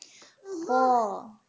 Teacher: ये खौ of course जबर की सूरत में होगा, कि जबर की सूरत में इसमें एक अ वाली वॉइस पैदा हो जाएगी · Term: AW वाली वॉइस